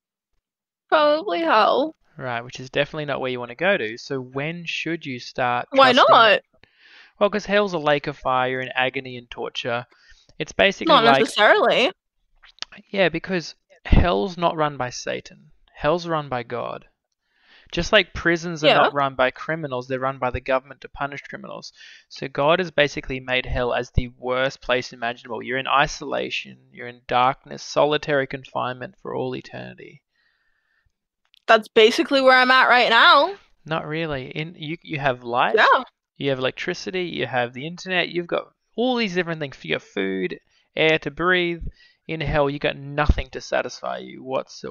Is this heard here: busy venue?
no